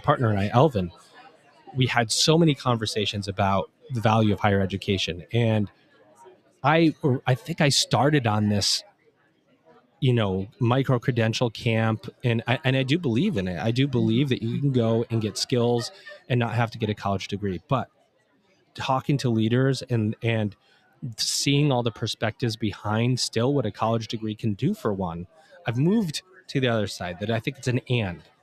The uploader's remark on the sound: Recorded LIVE & in person from the Middle States Commission on Higher Education (MSCHE) 2023 Annual Conference, in Philadelphia, PA.